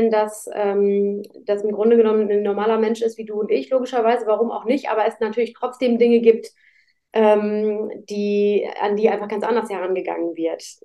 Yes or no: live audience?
no